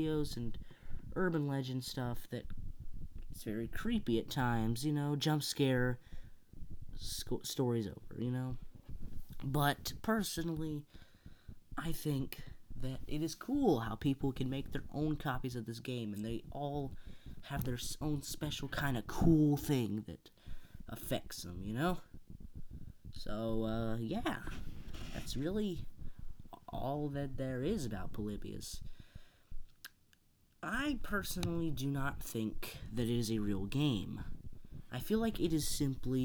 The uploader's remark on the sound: Very quiet, so listen with headphones for the best experience